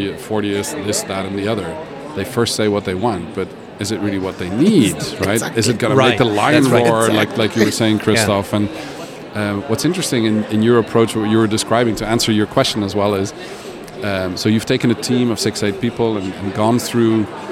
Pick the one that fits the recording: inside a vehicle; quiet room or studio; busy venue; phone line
busy venue